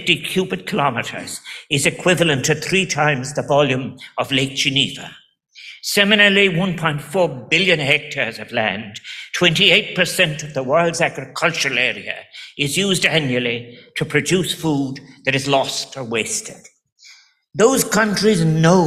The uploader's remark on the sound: The World Food Forum, Rome. Delivered a speech at the World Food Forum grand opening ceremony.